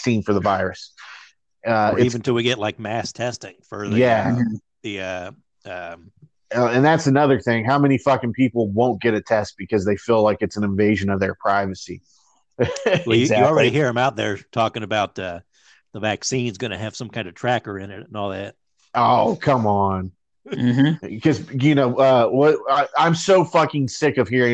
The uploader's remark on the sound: For another remote recording during quarantine.